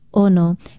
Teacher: Ono is spelled Okina O-N-O and pronounced Ono. Be sure to start it with that glottal stop because ono without the glottal stop is the popular and tasty fish known in English as the wahoo.